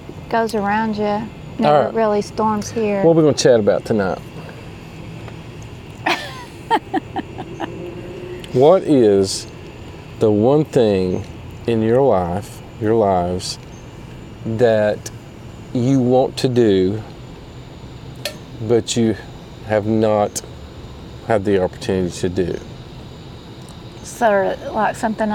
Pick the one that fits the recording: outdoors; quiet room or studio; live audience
outdoors